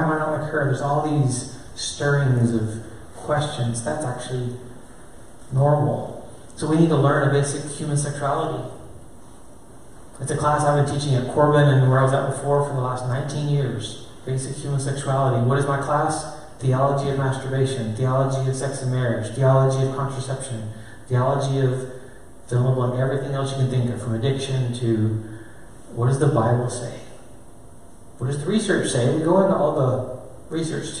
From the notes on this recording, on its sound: A session delivered to parents at a local Christian school in Oregon.